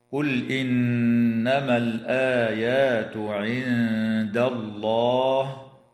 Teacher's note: اللام في كلمة قل تسمى بلام الفعل، وحكمها هنا الإظهار، وتغن النون المشددة من كلمة إنما، وتخفى النون الساكنة عند الدال مع الغنة مرققة في كلمة عند